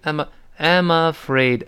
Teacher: I'm 跟那后面 afraid 连到，连起来